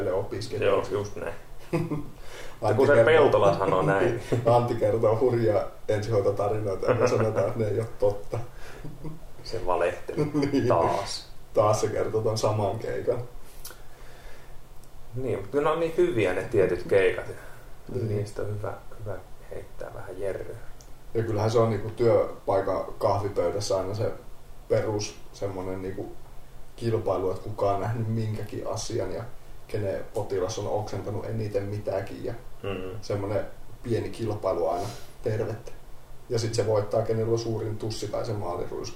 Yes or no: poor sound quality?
yes